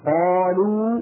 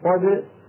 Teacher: فإن الفم ينفتح ويمتلئ بهذا الحرف وهو القاف هنا أكثر إن كان بعدها ألف، بينما إن كان مفتوحا فإن الفم يخرجه وينتقل مباشرة لإخراج الحرف الذي بعده قد، فلا يمتلئ امتلاء كاملا، يعني فرق ضئيل جدا، لكن الفرق يكون واضحا جليا هنا في المرتبة الرابعة.